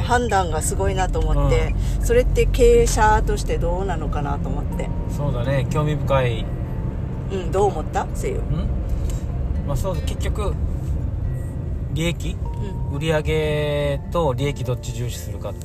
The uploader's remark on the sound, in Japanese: 今日は車の中で移動中に録音しました。途中ウィンカーピコピコしますが、お許しください